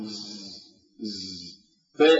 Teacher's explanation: على وصف الشاميين يحدث احتكاك، يعني يحدث سريان في النطق في النفس فأقول ز ز، لكنها مع هذا لا يستمر مع النفس كما في السين والصاد، فتكون ما بين الرخاوة والشدة في نطق الشاميين.